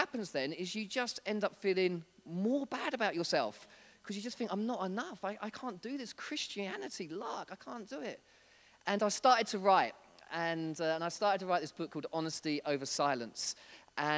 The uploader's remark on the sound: This was recorded at Skylark Church on 3rd November 2019